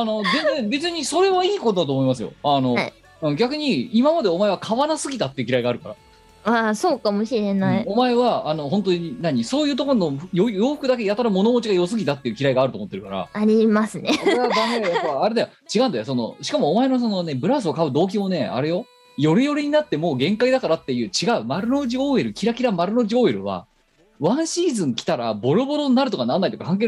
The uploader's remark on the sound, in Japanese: 本番組はリモート収録です。収録時環境の影響により、聴き取り辛い部分があります。途中で激しくノイズ等入りますが、収録時のものです。